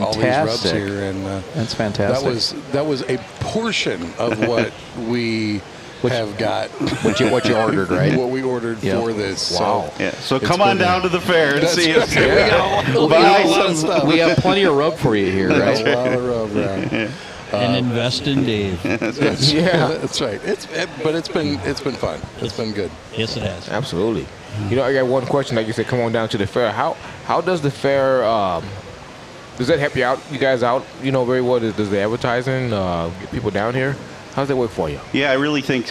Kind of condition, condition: setting, busy venue